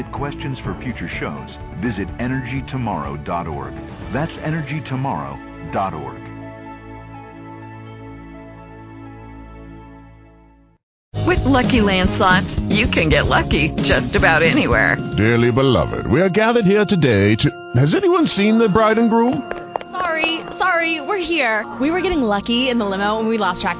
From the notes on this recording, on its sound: Energy Discussion at CPAC. Interviews attendees at the Conservative Political Action Conference (CPAC).